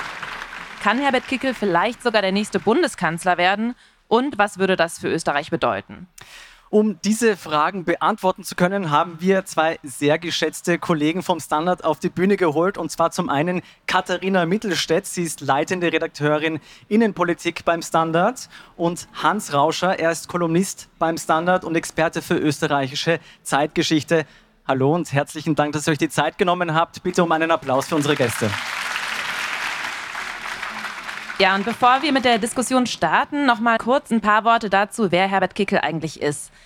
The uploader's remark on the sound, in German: live auf der Messe "Buch Wien" diskutiert.